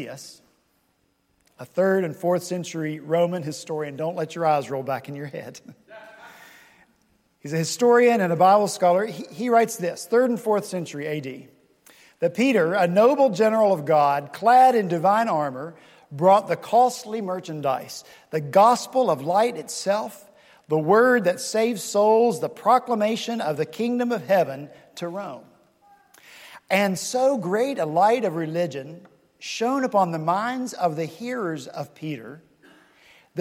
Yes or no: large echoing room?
yes